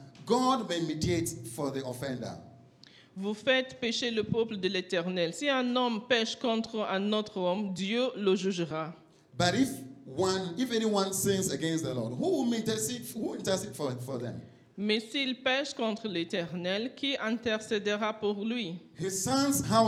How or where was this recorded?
large echoing room